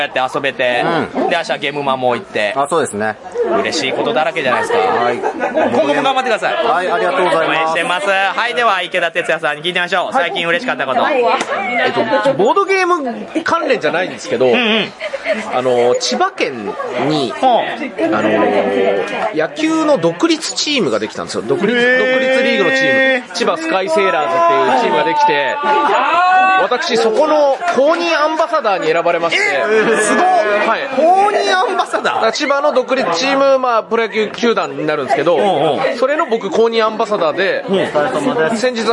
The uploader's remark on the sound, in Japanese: 店内収録のため、騒音雑音が激しく入っております。